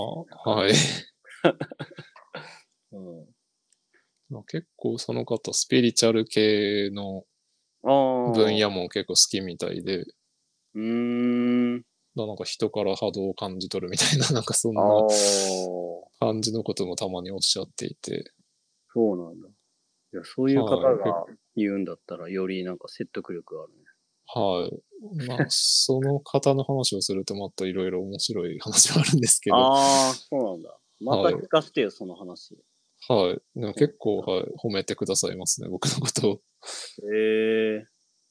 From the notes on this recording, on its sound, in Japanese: 2度目の収録失敗からの初のリモート収録。